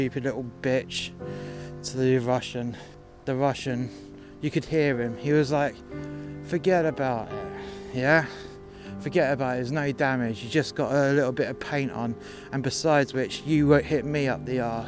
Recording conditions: outdoors